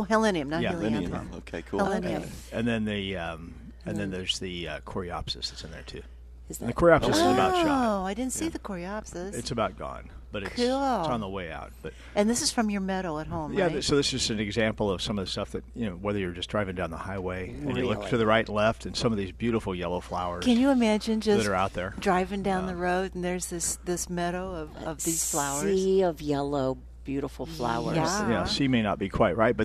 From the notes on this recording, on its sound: Plant Experts Live at Prairie Gardens. Live from Prairie Gardens every Saturday as they answer all your lawn and garden questions.